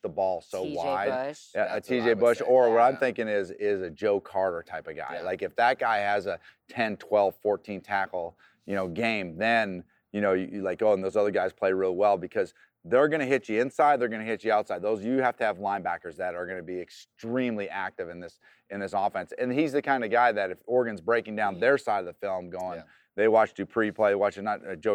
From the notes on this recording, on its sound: The crew is live from the Fiesta Bowl to talk about the big game!